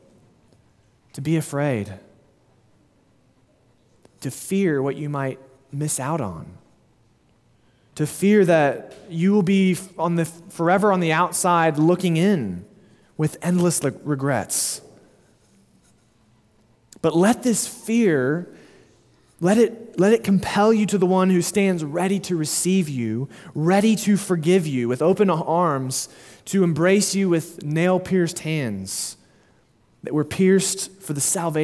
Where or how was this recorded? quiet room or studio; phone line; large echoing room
large echoing room